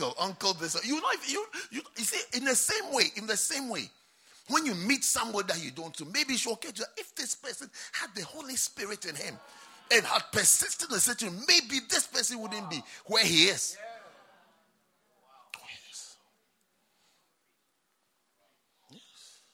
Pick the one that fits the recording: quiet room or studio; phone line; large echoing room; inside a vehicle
large echoing room